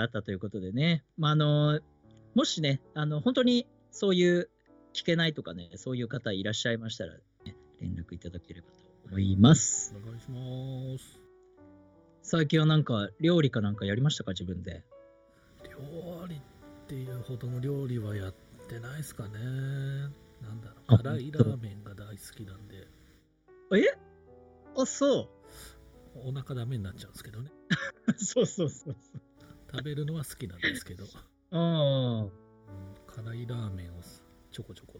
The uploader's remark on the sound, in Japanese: リモートラジオ録音に失敗して聞きづらくてすみません。